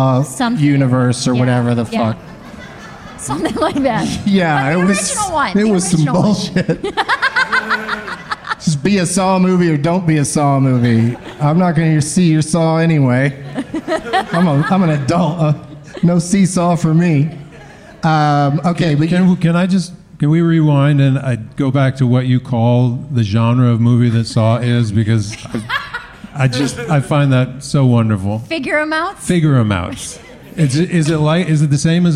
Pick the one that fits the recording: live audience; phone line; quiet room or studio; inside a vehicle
live audience